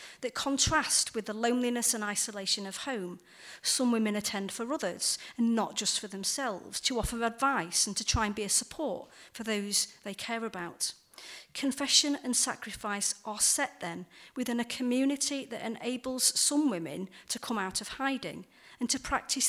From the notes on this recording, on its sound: The talk was recorded at the Church Times Festival of Faith and Literature, at Bloxham School, in Oxfordshire, in February.